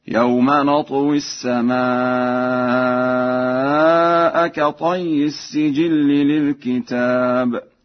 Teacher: قرأها ورش للكتاب بكسر الكاف وفتح التاء وألف بعدها على الإفراد